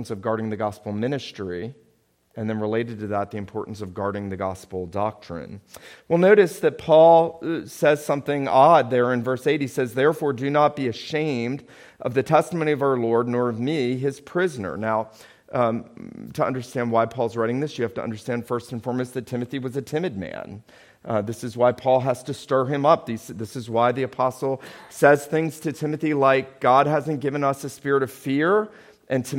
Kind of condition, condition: setting, large echoing room